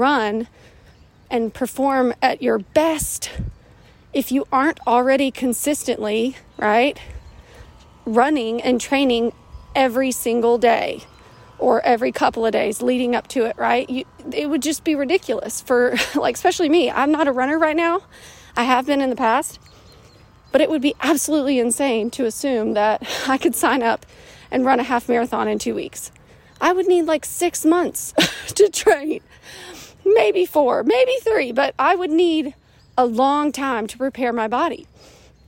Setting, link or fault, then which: fault, sounds in the background